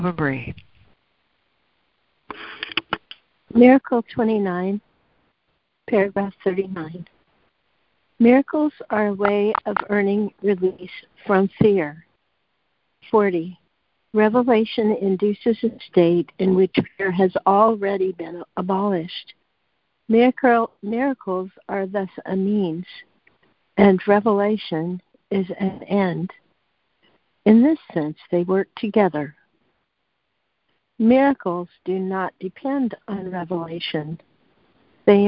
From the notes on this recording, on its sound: ACIM Daily Conference Call.